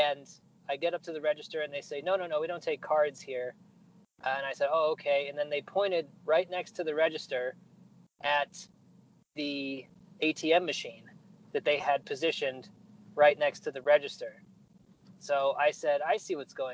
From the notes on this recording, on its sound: Record my end from inside my 2005 Nissan Altima. I drive around OKC, noting the things that I see.